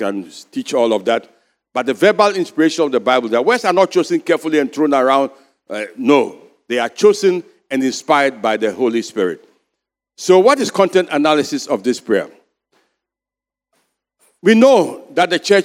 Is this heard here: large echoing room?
yes